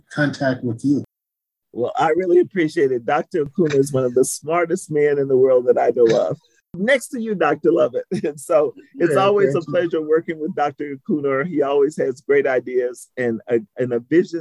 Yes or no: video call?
yes